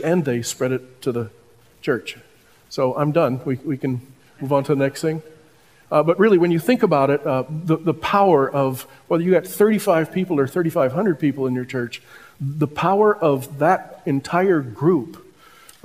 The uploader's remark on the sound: Listen to this portion from the conference.